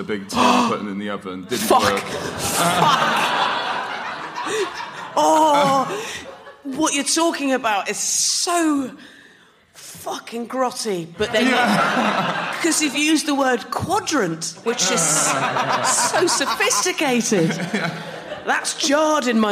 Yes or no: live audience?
yes